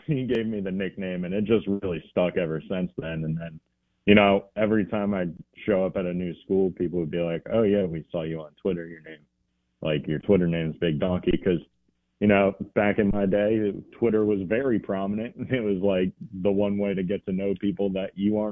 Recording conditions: phone line